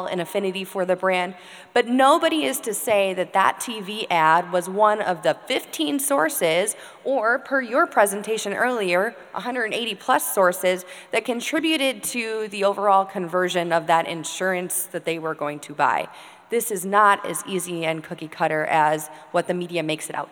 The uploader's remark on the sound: Recorded Live from Hubbard Digital Academy.